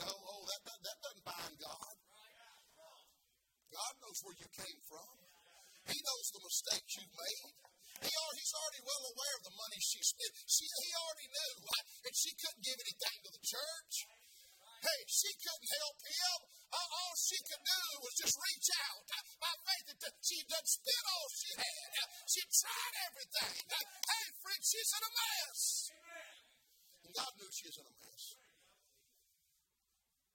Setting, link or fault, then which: setting, large echoing room